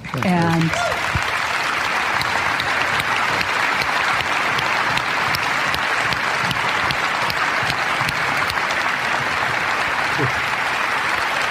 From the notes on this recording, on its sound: a live recording from a 2002 Buffini & Company MasterMind Summit